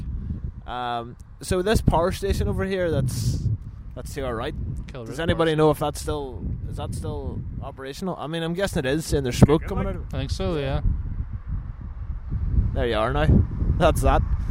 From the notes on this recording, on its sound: On this weeks short episode we take the podcast outdoors to the famous Carrickfergus Castle.